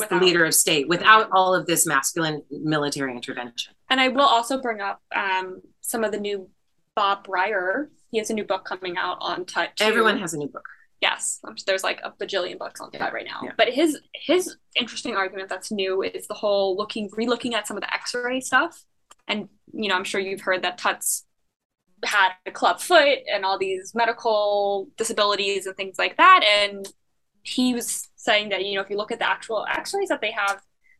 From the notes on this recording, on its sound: Earlier in November we had our last live zoom event of the year with Patrons.